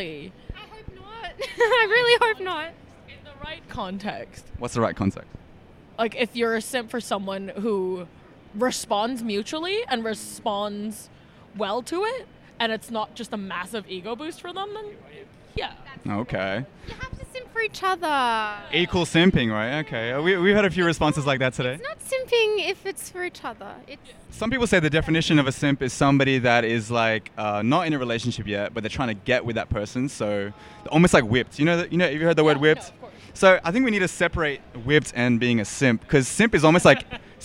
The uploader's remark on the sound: We pop a squat outside the apple store on George street in Sydney